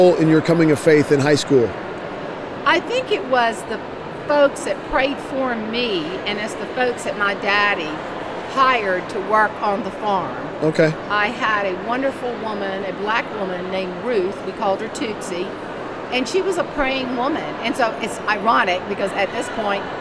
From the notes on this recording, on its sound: LIVE From CPE 2022!